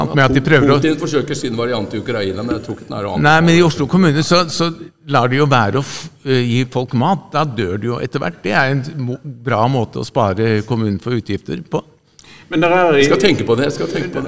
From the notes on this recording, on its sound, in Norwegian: Hvite Menn som pusher 80 gjør live opptak oå Maihaugenkonferansen.